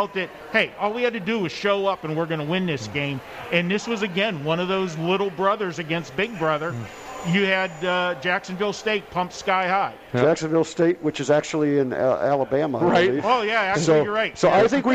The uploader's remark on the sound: Live From The Cosmopolitan of Las Vegas